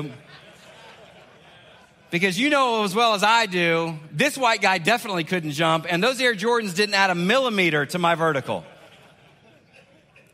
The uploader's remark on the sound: 2021 Man Up Conference Speech